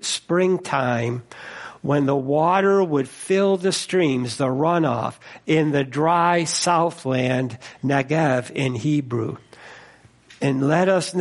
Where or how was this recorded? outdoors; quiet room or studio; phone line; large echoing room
large echoing room